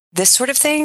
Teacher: And that's when there's a little question mark at the end of the sentence, this sort of thing, where my pitch goes up instead of down at the end of a sentence · Term: uptalk